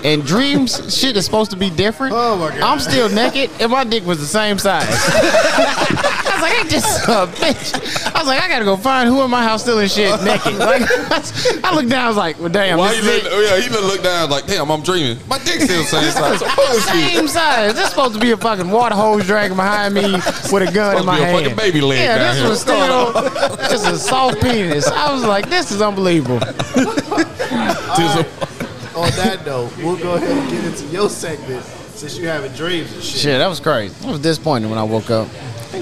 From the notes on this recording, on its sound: We are live at Liquid Smoke in Murfreesboro, TN.